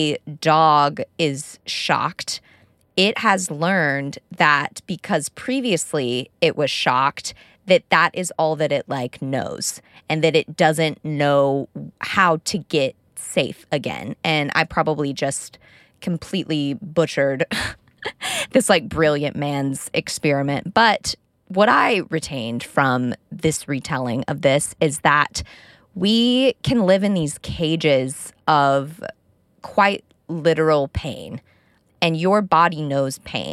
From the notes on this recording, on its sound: Talk with me in my car